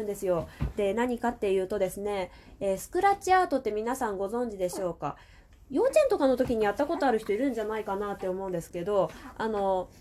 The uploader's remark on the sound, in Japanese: 子供の声が入っても気にせず収録していこう。